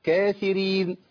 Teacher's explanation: الراء مكسوره مرققه، فالكافرين بابتسام